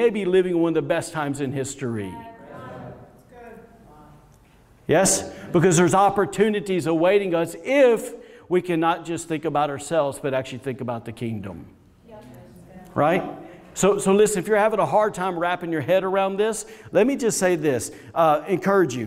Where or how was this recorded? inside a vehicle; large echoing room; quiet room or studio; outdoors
large echoing room